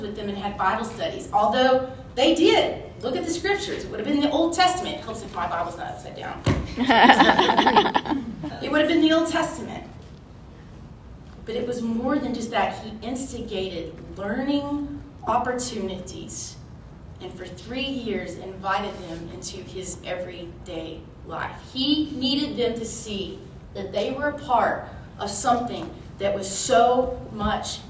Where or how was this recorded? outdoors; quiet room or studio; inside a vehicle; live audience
live audience